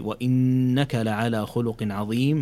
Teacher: هذه نون مشددة فيها الغنة بمقدار 2 حركات